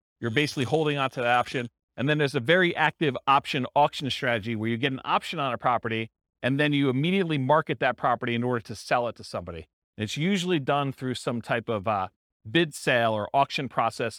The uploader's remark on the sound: This was a live class recorded